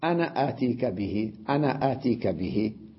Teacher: فتحة بدون الألف لا تلفظ ولا تمد بالوصل